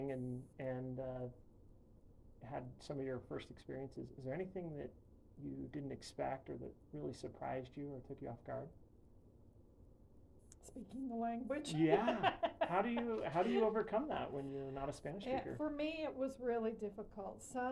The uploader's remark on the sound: QUIET AUDIO ISSUES.